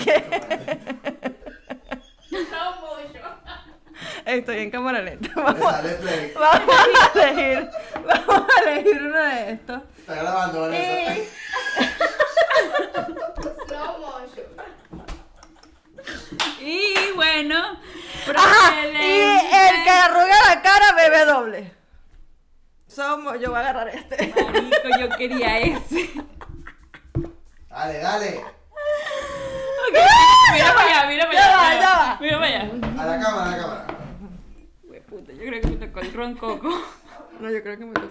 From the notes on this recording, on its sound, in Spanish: Decidimos reunirnos para beber y grabar este episodio con un poco de ayuda y publico incluido. También nuestra producción que fue despedida esa misma noche (inserten risa) tuvo algunos problemas técnicos.